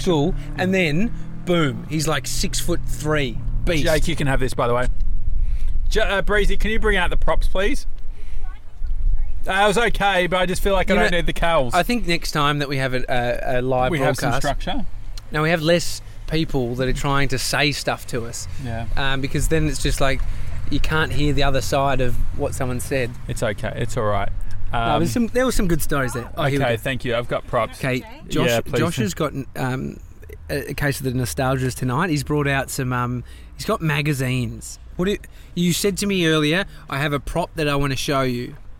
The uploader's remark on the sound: Celebrating episode 40 of The Daily Talk Show LIVE from the Krispy Kreme carpark